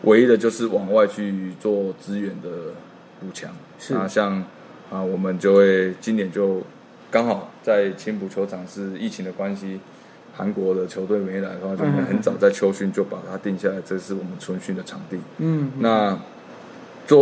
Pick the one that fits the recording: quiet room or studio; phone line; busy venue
busy venue